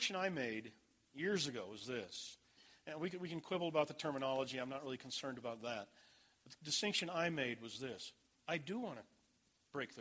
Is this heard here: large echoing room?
yes